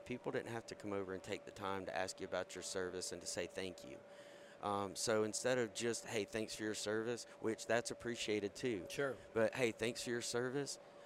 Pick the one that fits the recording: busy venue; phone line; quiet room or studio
busy venue